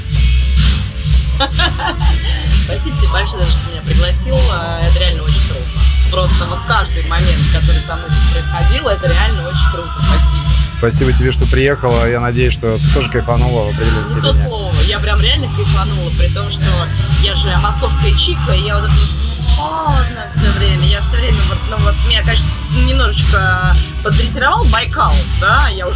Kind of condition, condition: setting, busy venue